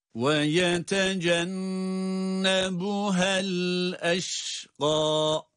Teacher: Ve yetecennebuha şeklinde. Ama geçilerek okunduğu için, burada bir sonraki kelimeye geçiş yapıldığı için ha'da da uzatılmamakta. Uzatmadan geçiş yapılıyor.